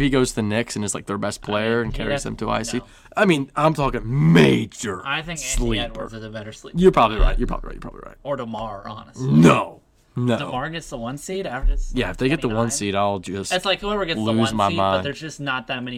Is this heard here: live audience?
no